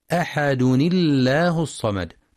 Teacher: فيلزم كسر الساكن الأول النون الزائدة لمنع التقائهما